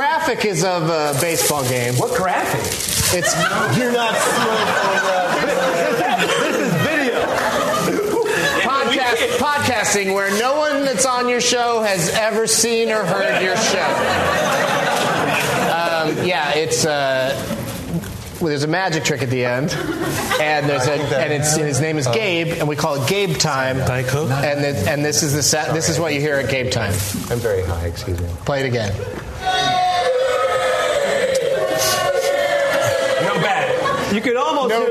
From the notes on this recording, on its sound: live at Largo